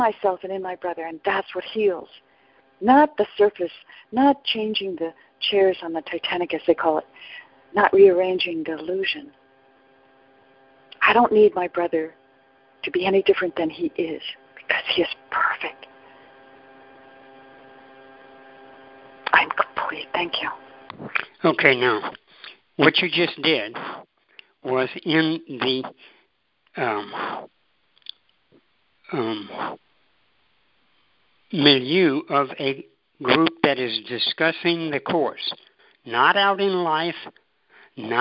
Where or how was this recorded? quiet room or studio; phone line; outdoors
phone line